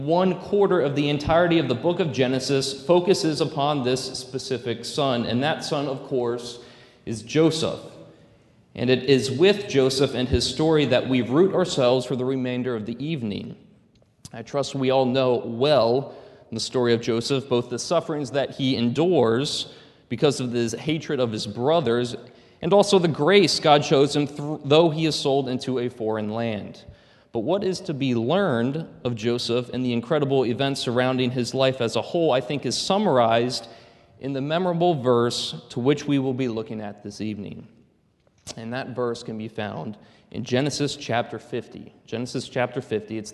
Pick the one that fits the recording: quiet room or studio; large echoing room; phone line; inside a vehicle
large echoing room